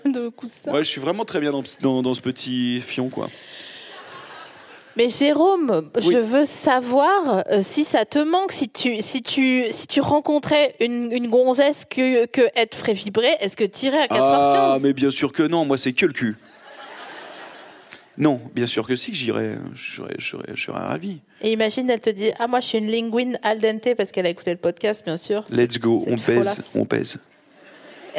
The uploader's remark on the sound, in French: Produit par Binge Audio. Enregistré le 10 octobre 2022 à la Scala Paris.